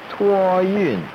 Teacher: 托运, the first tone and the fourth tone